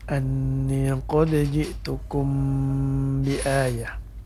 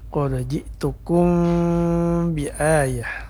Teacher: Ikhfa artinya samar-samar ya, atau antara bunyi mim sukun dengan huruf ba yang ditemuinya. · Shown in: second take · Jadi diranggangkan sedikit bibir kita. · Term: ikhfa syafawi